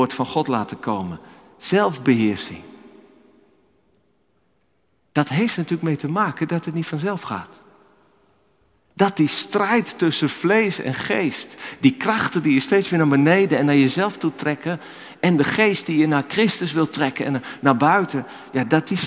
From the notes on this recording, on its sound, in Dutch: Opgenomen in de Noorderkerk te Amsterdam.